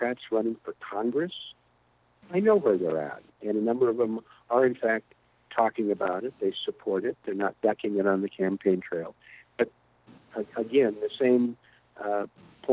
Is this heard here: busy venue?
no